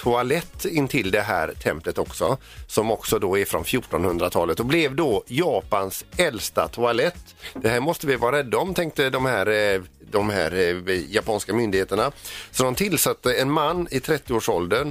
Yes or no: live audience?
no